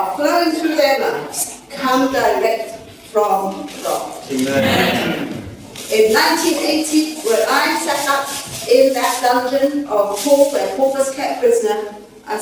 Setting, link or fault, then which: setting, live audience